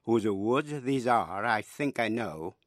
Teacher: cái nhịp trầm chậm của lối thơ hai âm tiết, âm đầu nhẹ, âm sau mạnh. Mỗi câu bốn nhịp gọi là iambic tetrameter.